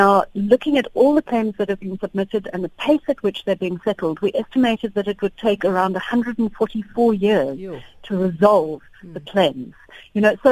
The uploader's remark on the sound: To help us with this discussion we are now joined on the line.